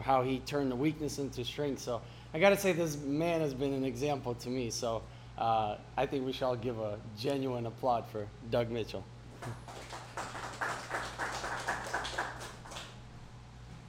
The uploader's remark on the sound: speak at Upstate Small Business Conference